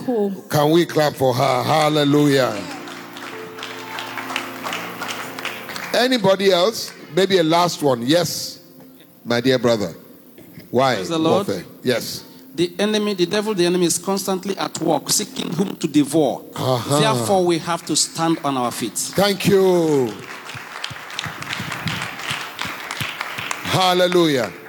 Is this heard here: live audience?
yes